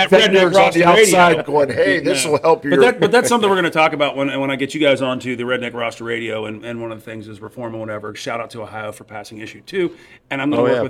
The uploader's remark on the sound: TST On Tour 3: Beef's Bar